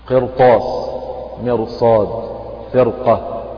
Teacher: فهذه الكلمات نلاحظ أن الراء فيها مفخمة رغم أنها راء ساكنة سبقت بكسر والكسر أصلي ومتصل بها في نفس الكلمة ولكن بعدها حرف استعلاء في كلمتها. قرطاس هنا فخمت لأن بعدها طاء، فرقة مفخمة لأنه بعدها قاف، وكذلك إيه مرصاد، فهذه الكلمات فخمت فيها الإيه الراء.